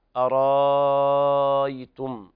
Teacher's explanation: نعم، فيقرأ بالإبدال مع المد المشبع أرايتم، لأنه يبدل الهمزة ألفا مادية وجاء بعدها ياء ساكنة، فالتقى ساكنان الألف الهمزة المبدلة ألفا ثم الياء الساكنة بعدها، فنتخلص من التقاء الساكنين بإطالة الصوت لست حركات من قبيل المد اللازم